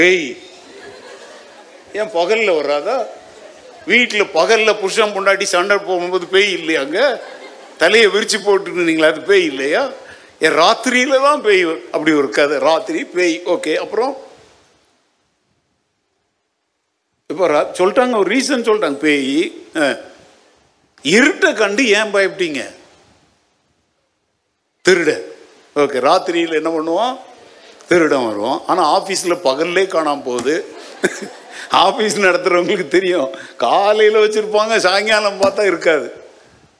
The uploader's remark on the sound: Event: Sunday Second Service Sermon Live. Agapebangalore.